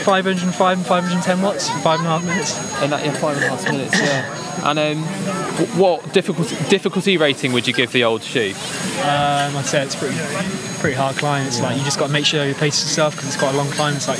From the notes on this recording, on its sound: Records live from the UK National Hill Climb Championships in Llangollen, North Wales. The clang of cow bells, blast of horns and roar from the crowd will transport you to the Old Shoe’s relentlessly steep slopes.